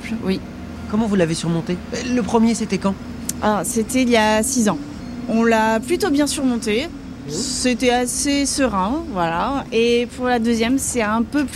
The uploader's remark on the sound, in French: On discute dans la rue pour ZoomZoomZen.